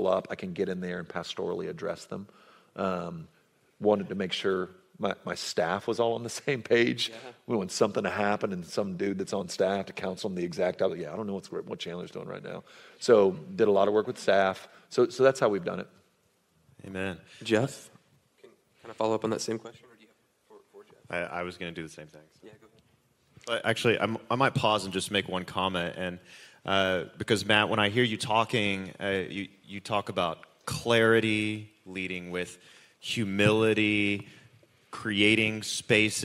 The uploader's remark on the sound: This panel discussion comes from our time at WoodsEdge Church at their pursuit conference. The Pursuit Conference is a pastors conference.